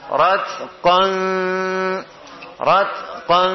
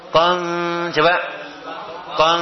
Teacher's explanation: Qanya tebal tapi dengungnya tipis karena ketemu dengan huruf apa? Huruf istifal.